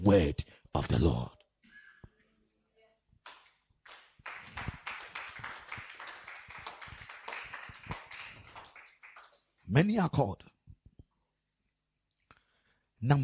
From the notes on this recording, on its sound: Preached at the MANY ARE CALLED CAMP